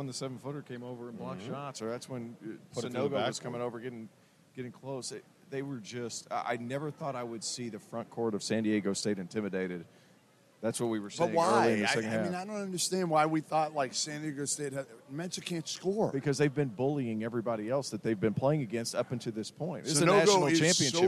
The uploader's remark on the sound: LIVE from NRG Stadium